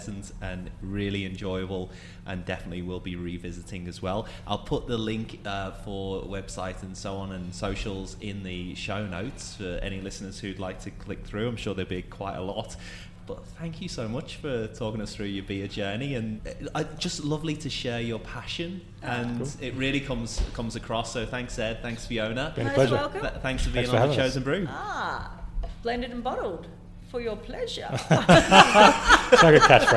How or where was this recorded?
busy venue